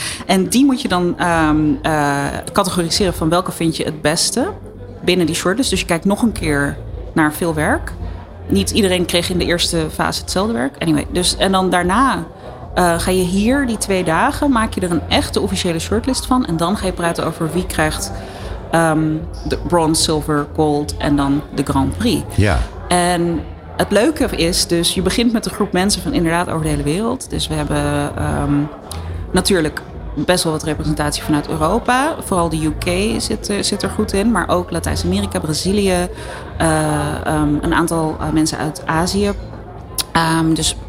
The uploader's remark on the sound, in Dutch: De uitzendingen vinden plaats vanuit de Embassy of Dutch Creativity, de handelsmissie van de Nederlandse creatieve industrie tijdens het 70ste Cannes Lions International Festival of Creativity.